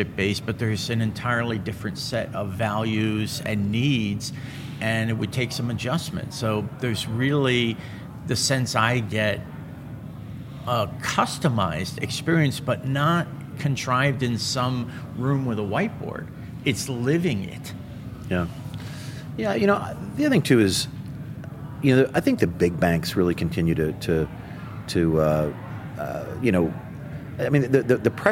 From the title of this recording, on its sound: LIVE FROM MONEY 20/20